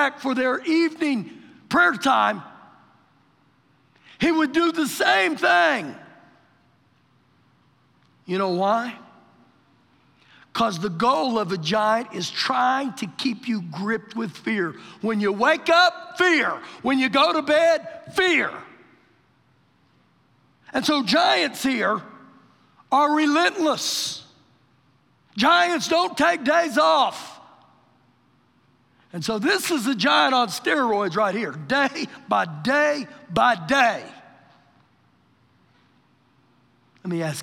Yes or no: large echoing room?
yes